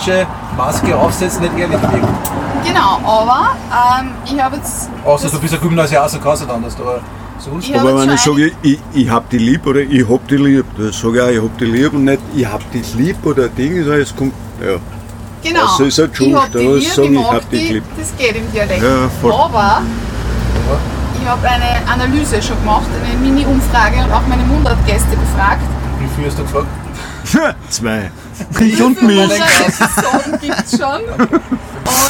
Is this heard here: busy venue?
yes